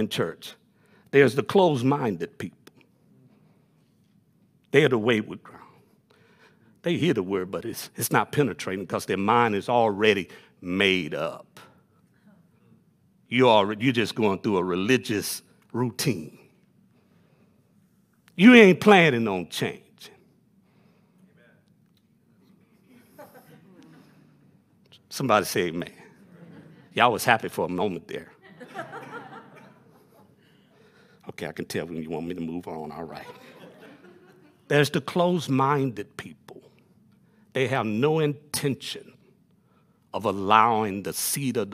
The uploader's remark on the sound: Delivered on 19 September 2021 at Grace Church of La Verne . Delivered on 19 September 2021 at Grace Church of La Verne .